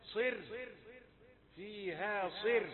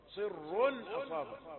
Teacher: رقق الراء عند الوقف لأنها سكنت للوقف وقبلها مكسور · Shown in: first take · صر فيها صر، لكن عندما وصل فتأخذ الراء حقها فهي مضمومة تكون مفخمة. · Term: ترقيق